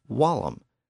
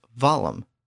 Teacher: The W sound shifted to a V sound in later Latin.